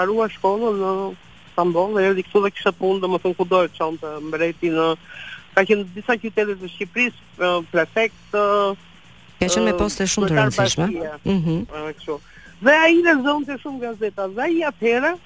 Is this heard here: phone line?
yes